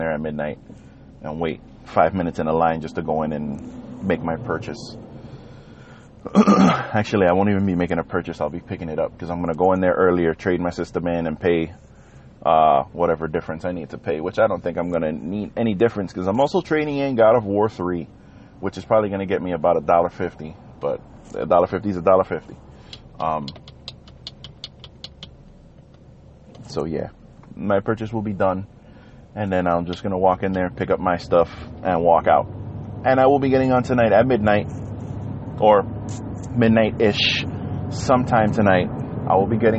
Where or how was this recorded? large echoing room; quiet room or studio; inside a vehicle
inside a vehicle